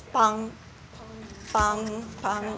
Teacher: It's not a hard B. It's not a strong aspirated P. It's kind of an aspirated B that sounds like a P.